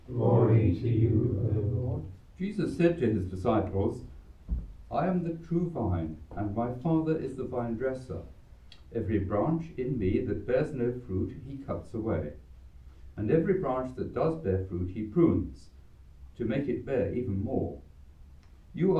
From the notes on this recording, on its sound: Recorded live at Southgate House on 13 November 2023.